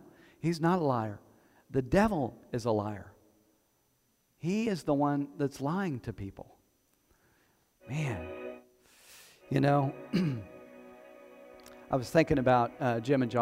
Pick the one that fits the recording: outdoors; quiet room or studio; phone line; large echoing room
large echoing room